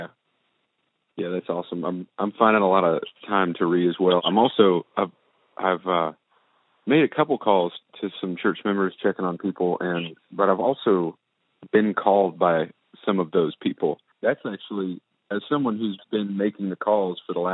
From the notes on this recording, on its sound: We Sound Like AM Radio. Because we are trying to model physical distancing, we are recording from a conference call.